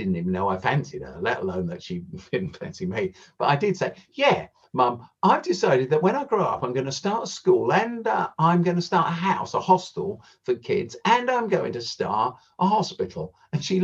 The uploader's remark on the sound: This episode was recorded online.